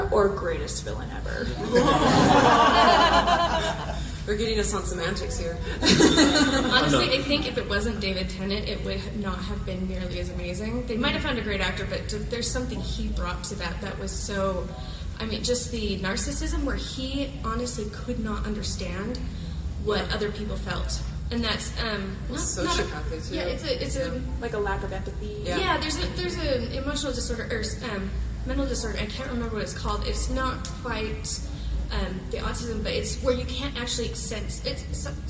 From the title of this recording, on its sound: Panel FanX 2016